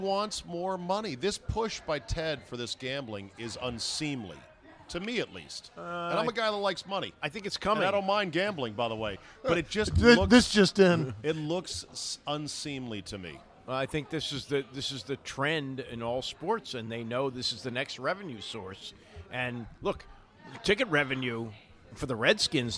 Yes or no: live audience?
yes